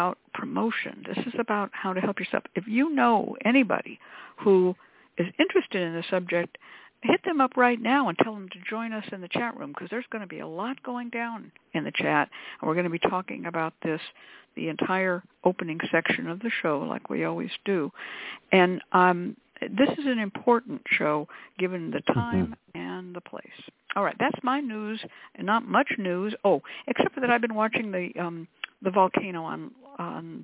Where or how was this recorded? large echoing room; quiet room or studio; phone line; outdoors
phone line